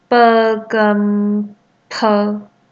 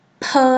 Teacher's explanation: 形成四声特殊的风格。词是音乐文学，所以非常重视音乐旋律跟语言旋律的配合。除了作词啊，需要明辨四声平仄之外，还要讲说清浊阴阳。此外对声母的发音部位及方法也非常地考究。那么所谓的清浊啊，就是声母的代音与否。不代音叫做清，代音就是浊。我现在为大家举例一下，这已经涉及到声韵学的部分。嗯，例如，啵跟，啵。好。啵，啵声带震动，它就是浊音，叫做带音。好，那“啪”啊，声带是不震动的，叫做轻音，也就是不，也就是不带音。好，轻跟浊是对立的，一个是有震动声带，一个是没有震动声带